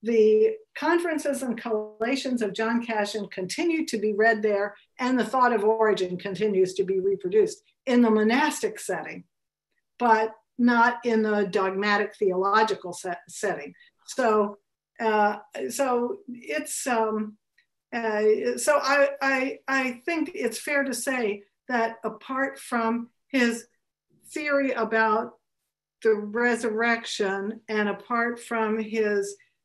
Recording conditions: video call